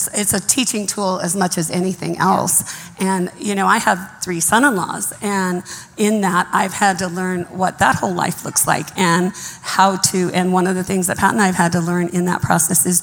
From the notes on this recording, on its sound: Some of our incredible pastors took the stage this Sunday in our Mother’s Day panel